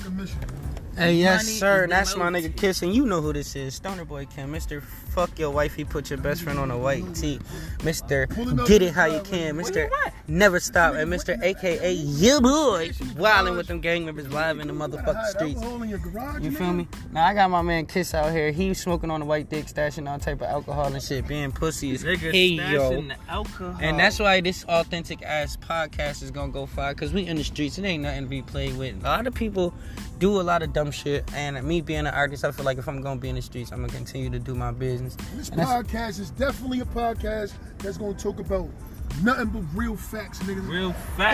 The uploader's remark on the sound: Talking stoned from the streets. Real convo with real people live in the streets.